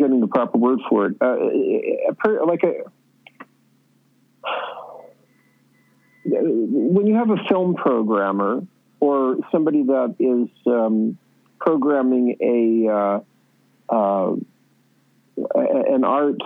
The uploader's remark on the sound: we get on the phone with filmmaker